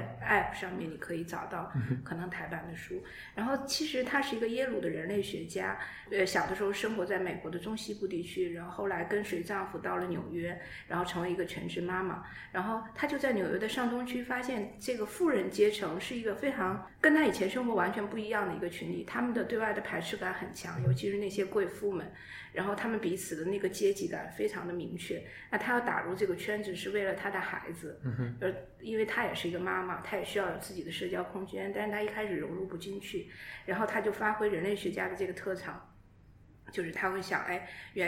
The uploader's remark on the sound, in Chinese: 这周节目是在一个比较大的办公室录音，可能回音感觉会比较强。